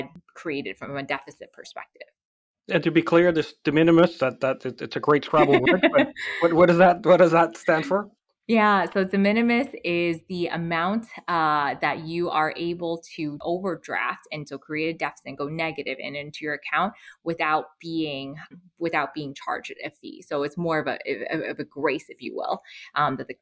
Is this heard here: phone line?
no